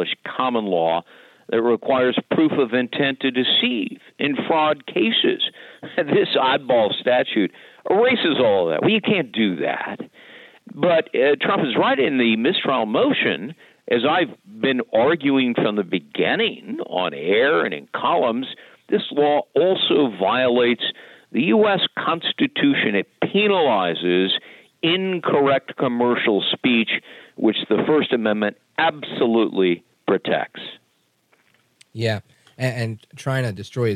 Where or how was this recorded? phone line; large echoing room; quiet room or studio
phone line